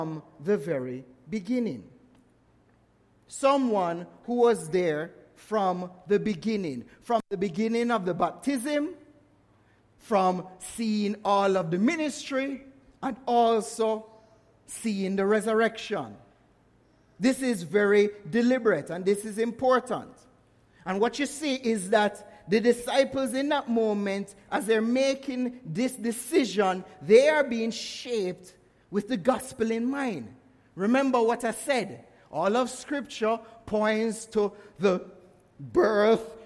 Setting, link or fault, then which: setting, large echoing room